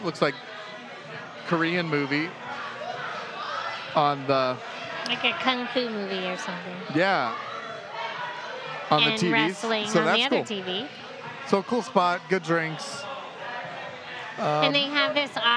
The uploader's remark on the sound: We recorded this episode on a Friday evening in July of 2021 in a rather packed brewery. The brewery of choice for this recording was Magnanimous Brewing located just outside of downtown Tampa, Florida.